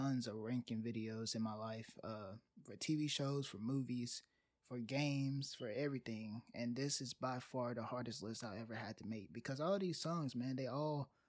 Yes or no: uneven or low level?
yes